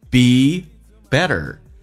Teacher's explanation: 美式发音当中第一个它有浊化，两个元音中间所加的辅音要被浊化， T 要变成 D